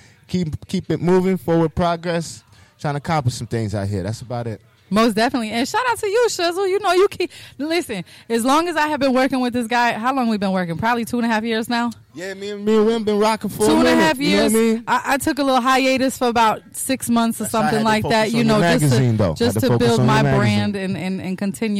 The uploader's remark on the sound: recorded at Robarts Arena in Sarasota FL